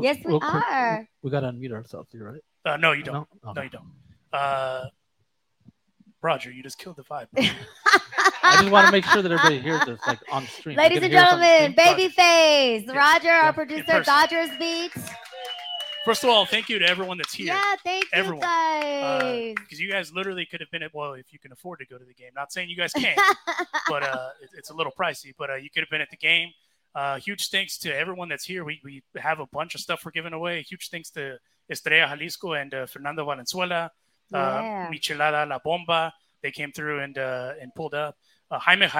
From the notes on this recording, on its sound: We go live for the All Star Game from LA Hot Wings in Los Angeles.